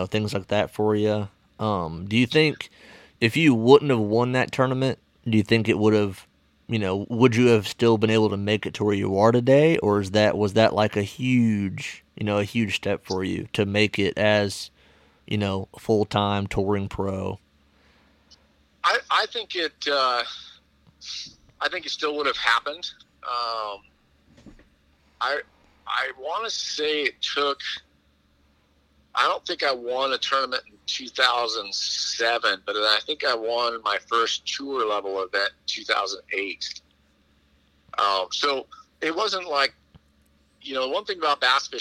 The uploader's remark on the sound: comes on via phone call